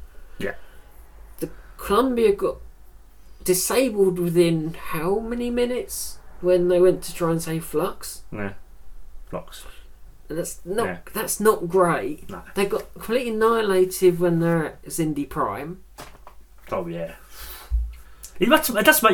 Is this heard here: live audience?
no